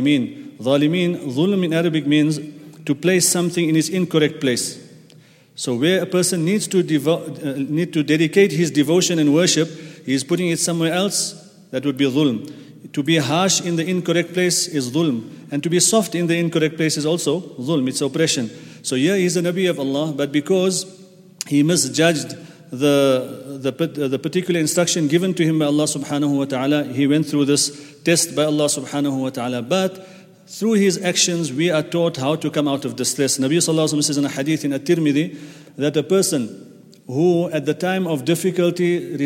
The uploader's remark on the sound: at the Houghton Masjid (West Street)